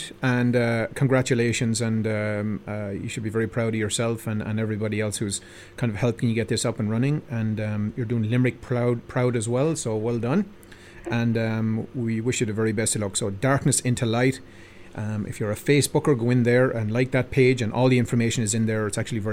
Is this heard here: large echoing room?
no